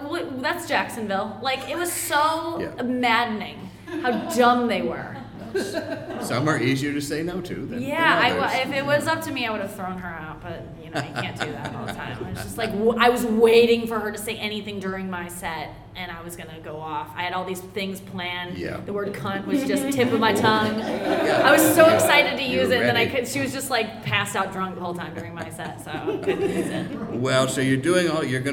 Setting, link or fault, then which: setting, live audience